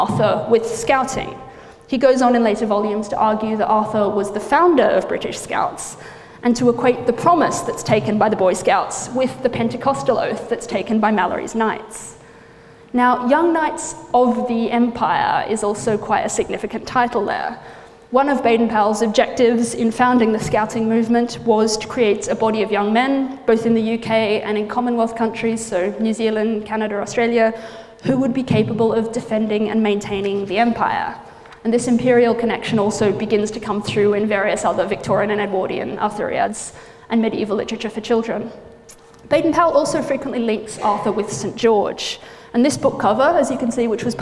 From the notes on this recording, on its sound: Gives a lecture at the Bodleian Library.